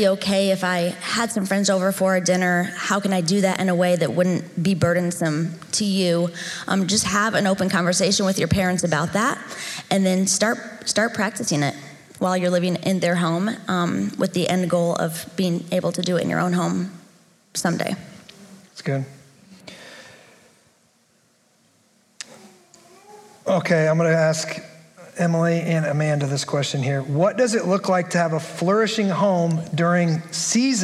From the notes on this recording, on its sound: At the women's event, we have a panel of ladies fielding a few questions.